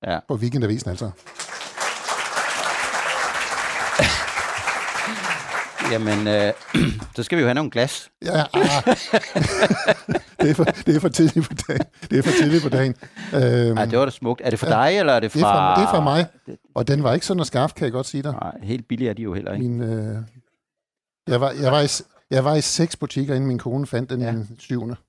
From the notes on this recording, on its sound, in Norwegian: I Avistids live-show.